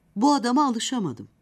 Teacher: Bu adama alı. Orta yükseklikte bir tonda söylendikten sonra şa yüksek tonda söylenir. Ma ve dım hecelerinde ton gittikçe düşer. · Term: ezgili ses tonu